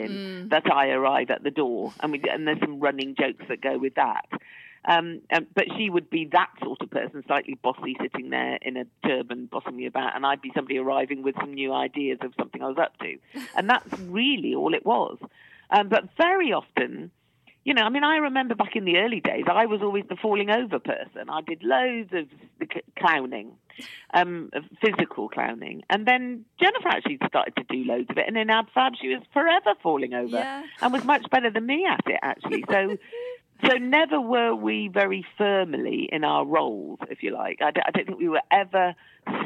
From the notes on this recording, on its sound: joins us on the phone